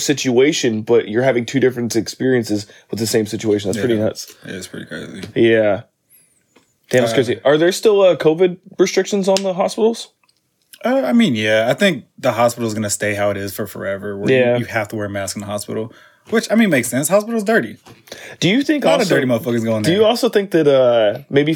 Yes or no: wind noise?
no